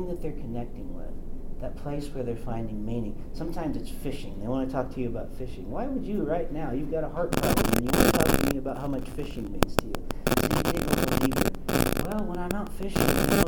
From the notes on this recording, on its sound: This episode comes to you live from the 2024 Worship 424 Conference at Cedarville University.